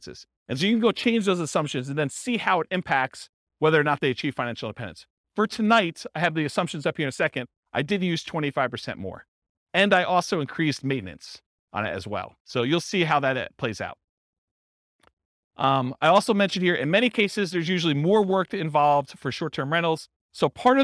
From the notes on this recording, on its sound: This was a live class recorded